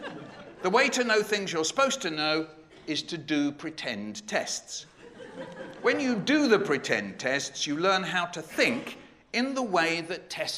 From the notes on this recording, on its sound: CMC 2018 - Opening Keynote. Delivered the opening keynote at this year’s CMC.